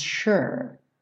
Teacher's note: esse S do sure vai ter um som de X